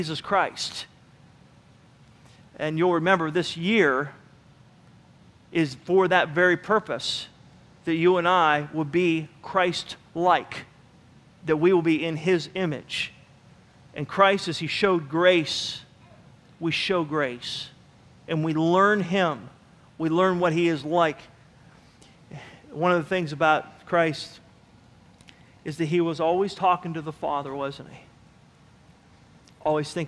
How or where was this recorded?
large echoing room